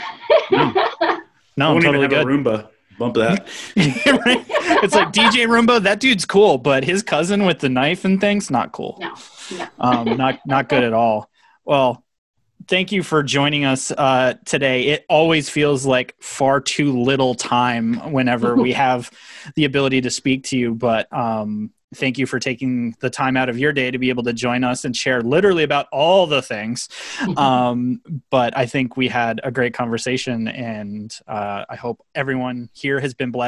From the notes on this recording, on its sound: LTN Con Q&A. This live Q&A panel (held socially distanced online).